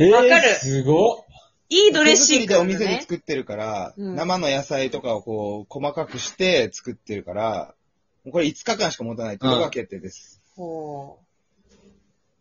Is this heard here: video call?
yes